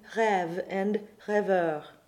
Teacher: opening an E to the epsilon e